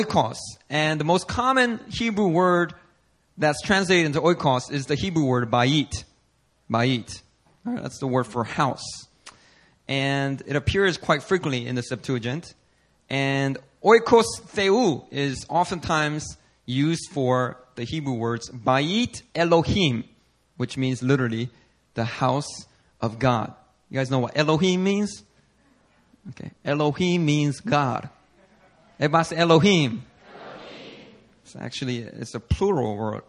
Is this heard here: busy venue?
no